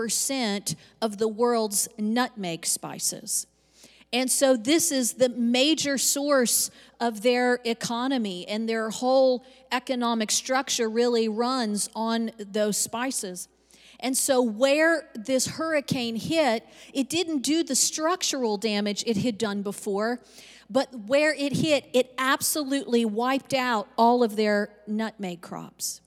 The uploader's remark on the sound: Recorded live on 2/13/22.